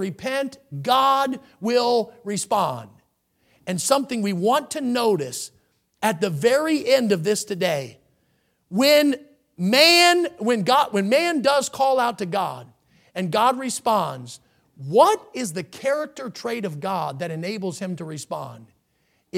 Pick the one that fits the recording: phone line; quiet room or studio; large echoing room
large echoing room